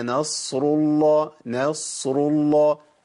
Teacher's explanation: والنوم مرققة دائما والصاد مفخمة دائما، يبقى أفصل بهيئة الشفتين